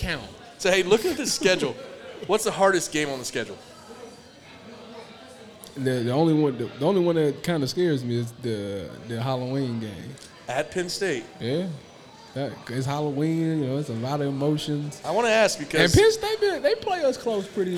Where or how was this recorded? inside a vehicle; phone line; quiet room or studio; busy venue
busy venue